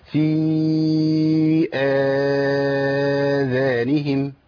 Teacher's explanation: آذانهم مد بدل، همزة وبعديها ألف